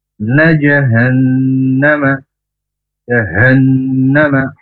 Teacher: huruf h itu tenggorokan yang paling bawah, dan huruf ketika kita mengucapkan he itu lebih besar suaranya. Kemudian di nun tasdid ini sama, walaupun ini tempatnya di tengah ya.